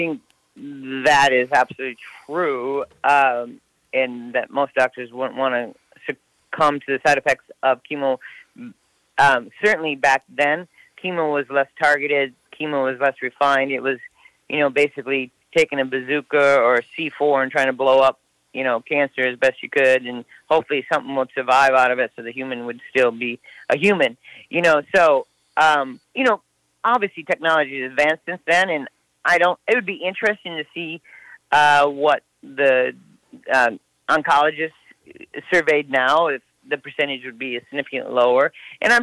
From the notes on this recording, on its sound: Over the phone from outside Austin, TX.